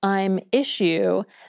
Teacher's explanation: If someone tells you, I miss you, and it sounds like I'm issue, that was palatalization going on as the speaker ran the miss and the you together